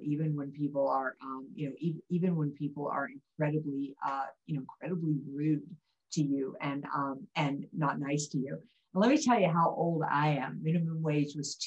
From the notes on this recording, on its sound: Due to Zoom issues and time constraints, this is a very short episode!